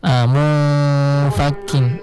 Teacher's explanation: Tapi kalau istifal ada dua huruf yang pengkhususan, kayak huruf fa. Jadi ambil posisi huruf fa, bilang mungnya itu ambil posisi fa. · Term: ikhfa